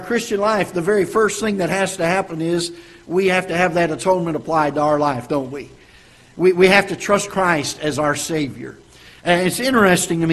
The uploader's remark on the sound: Ketha Heights Baptist Church ~ Live Broadcast